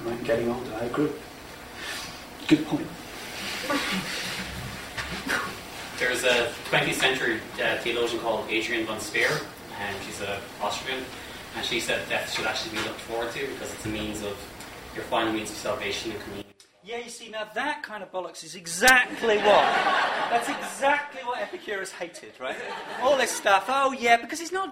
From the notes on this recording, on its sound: Six philosophers have ten minutes each to pitch their arguments to a live audience.